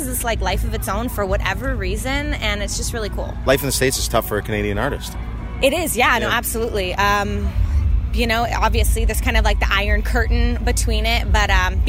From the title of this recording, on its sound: Live from Boots & Hearts